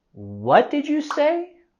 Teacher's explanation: En esta pregunta vamos a caer la entonación al final.